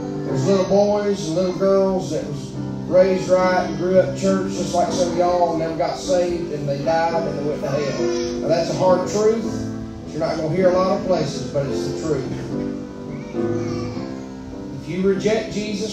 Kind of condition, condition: setting, large echoing room